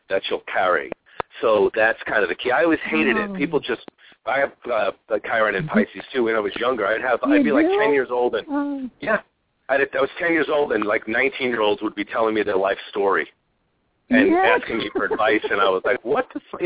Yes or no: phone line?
yes